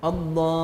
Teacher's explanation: عدم خروج اللام الثانية من مخرجها الصحيح فالبعض ينطقونها نونا